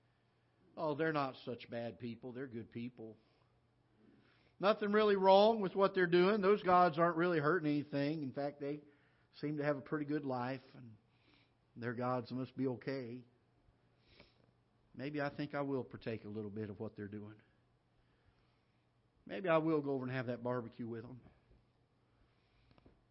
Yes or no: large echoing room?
yes